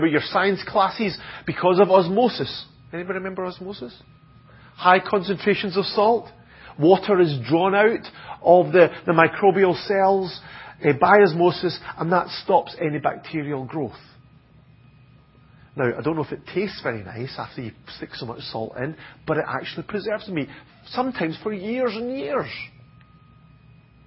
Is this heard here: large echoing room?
yes